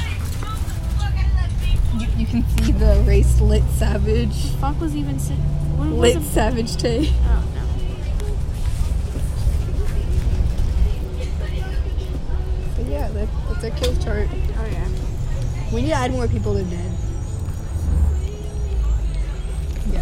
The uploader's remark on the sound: Recorded on a bus